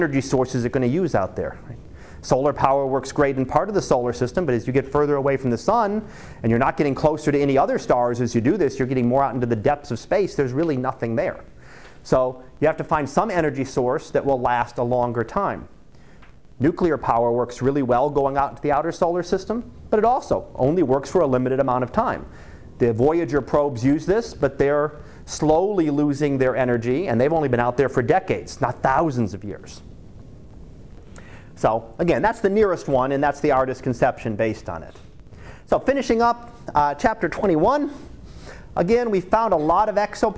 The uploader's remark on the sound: Live Class Lecture